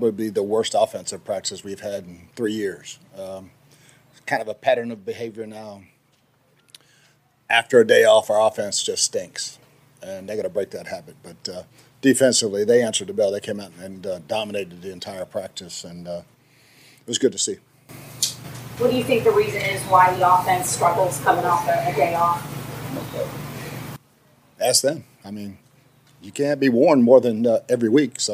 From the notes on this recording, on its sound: live on location at the Tampa Bay Buccaneers Training Camp